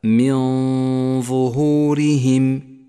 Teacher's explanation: ظهورهم النون الساكنة جاء بعدها حرف الظاء وهو من حروف الإخفاء نخفي النون بالظاء مع بقاء غنة للنون زمنها حركتان والغنة هنا مفخمة لأن حرف الظاء مفخم